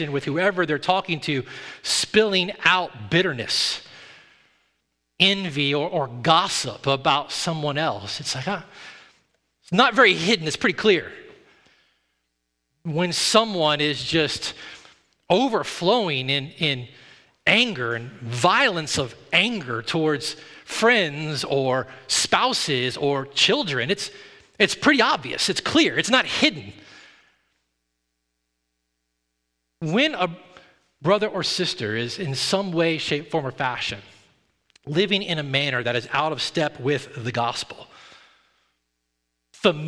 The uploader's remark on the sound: At Redemption Hill Church.